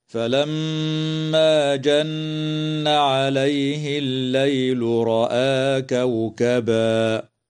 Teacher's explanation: قوله تعالى: فلما جن عليه الليل رأى كوكبا، الميم المشددة في كلمة فلما، وكذا النون المشددة في كلمة جن، حكمهما الغنة بمقدار حركتين وصلا ووقفا، وتمد الألف من كلمة رأى من قبيل مد البدل بمقدار حركتين، ويجوز الوقف على كلمة كوكبا من قبيل الوقف الكافي.